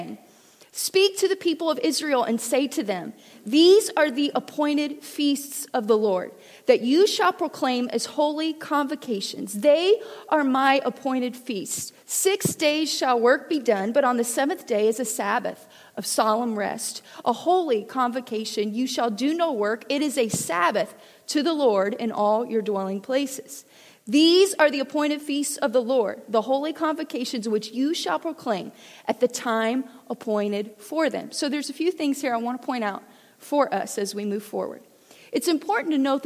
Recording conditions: large echoing room